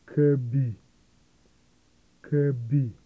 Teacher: The low tone is quite breathy.